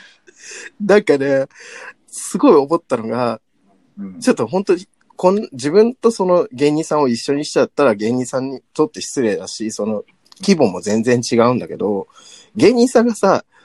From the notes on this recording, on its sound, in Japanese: 最初から二人のタイミングがずれずれのリモート収録です